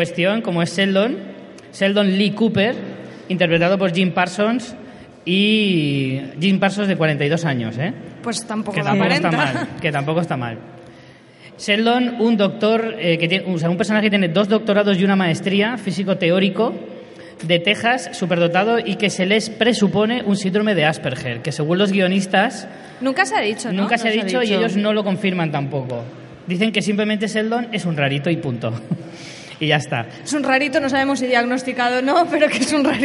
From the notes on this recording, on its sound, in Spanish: Tuvimos el placer de hacer un directo desde el Salón del Cómic de Alicante